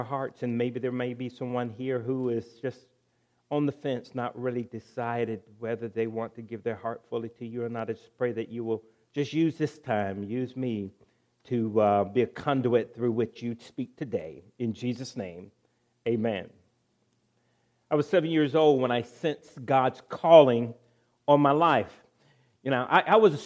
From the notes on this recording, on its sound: At Ringgold Seventh-day Adventist Church.